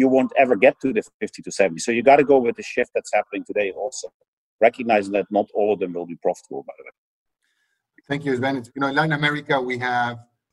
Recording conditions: video call